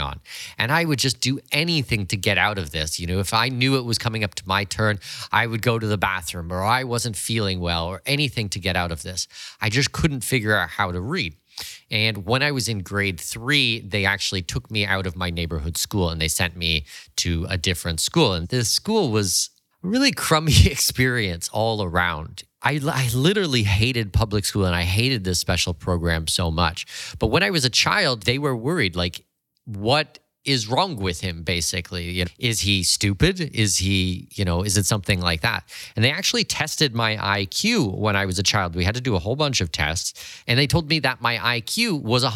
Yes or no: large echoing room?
no